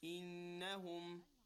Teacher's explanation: because it is shadda, we do it with ghunna, a little bit of a stretch and a nasal sound